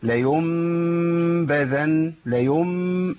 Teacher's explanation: اطباق الشفتين بيعمل معايا اظهار · Term: اظهار للميم